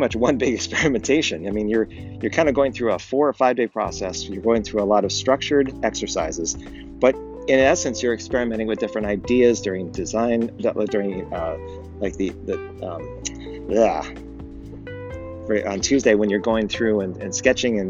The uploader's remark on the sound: We’re trying something new this week, where were giving the Anchor podcast app a try. No edits and using EarPods, it sounds like I’m talking through a tunnel. I apologize for the audio quality, and I’ll try talking directly in the phone next time.